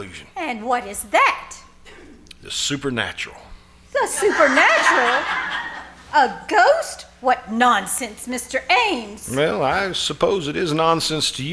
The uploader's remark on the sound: Performed "LIVE" at the First Vineyard Winery in Jessamine County, Kentucky. Here is the audio from the first half of their show.